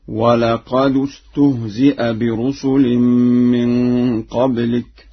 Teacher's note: قرأها ورش بضم الدال في لفظ قد